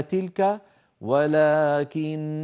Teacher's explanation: ولكن المشددة إن وقفنا عليها نقف بنون بغنة مطولة فنقف على تلك ولكن وعلى هذه التي معنا في هذه الصفحة